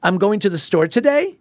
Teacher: La gente en California, tanto en inglés como en el español, todo lo que dicen parece una pregunta, suena como una pregunta. · Term: el acento en California